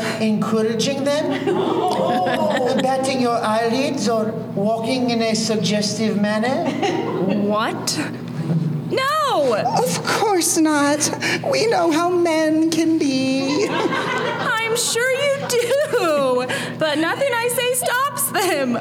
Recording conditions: live audience